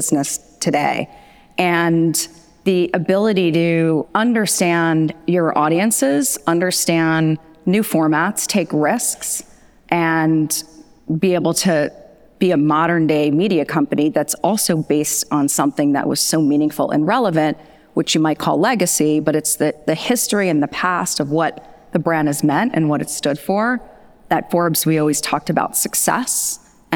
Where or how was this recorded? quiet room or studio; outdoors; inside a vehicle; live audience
live audience